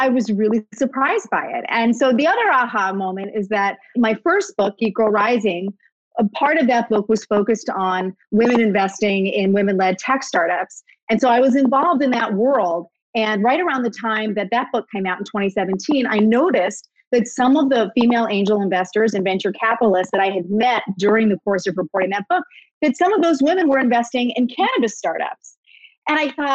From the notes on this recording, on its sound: did a live virtual event with The Strand Bookstore